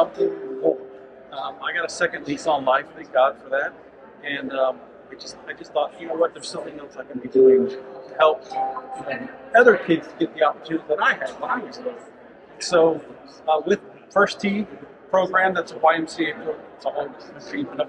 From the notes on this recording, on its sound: Doing a special "Ambush Interview" at Driving Sales in Las Vegas for the Auto Hub Show.